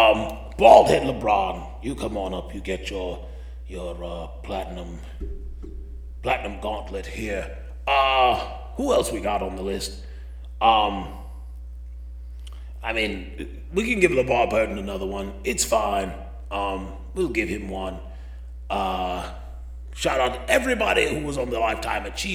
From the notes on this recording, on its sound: Audio's got a lot of reverb due to the giant cavernous hall we were